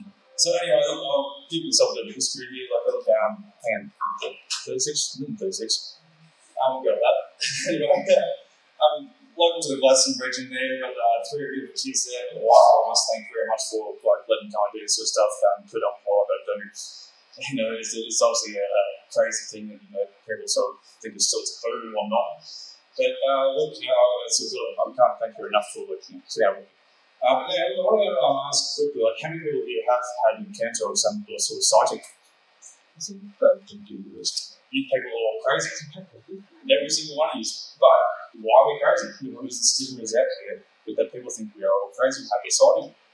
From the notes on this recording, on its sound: My Cardwell UFO Festival Presentation. We had an absolute great time in the beautiful town of Cardwell. The audio quality isnt that great due to a lot of background noise and the audio equipment we had at the time.